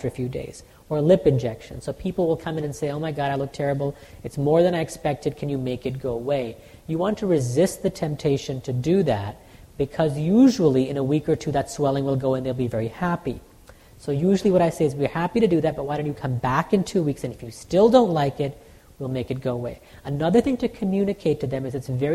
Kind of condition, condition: setting, live audience